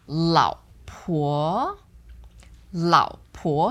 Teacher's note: So the first one is third tone. Second one, second tone.